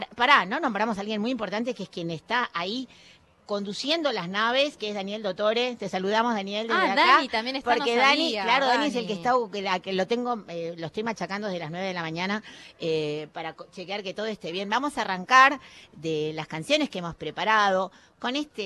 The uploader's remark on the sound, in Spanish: Primer programa en vivo desde la Feria del libro. Ante la emoción del equipo y el público.